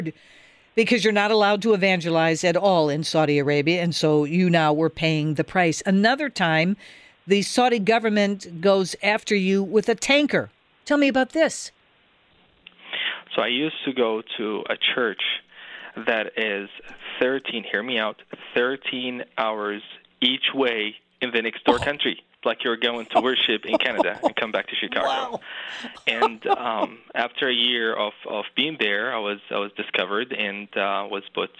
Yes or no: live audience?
no